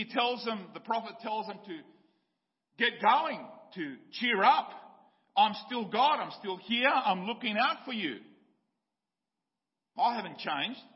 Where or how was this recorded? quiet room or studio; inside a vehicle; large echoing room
large echoing room